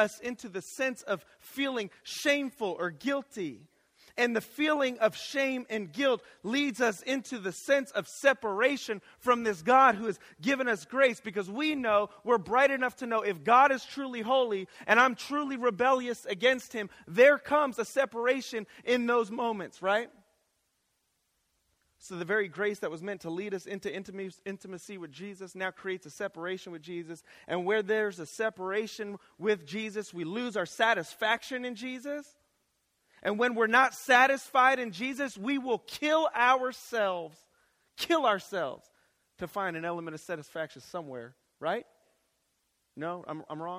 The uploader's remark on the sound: Chapel audio recordings from Eastern Nazarene College in Quincy Massachusetts.